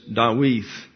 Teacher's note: The opening D is a D, but the final D is a TH.